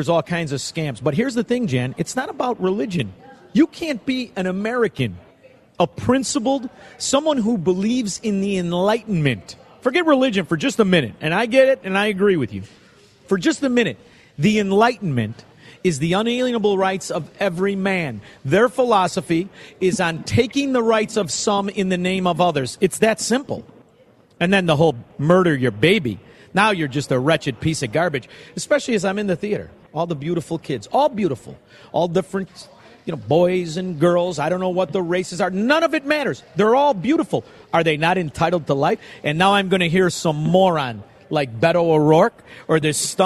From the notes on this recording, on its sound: broadcasts LIVE from the World Premiere of Uncle Tom II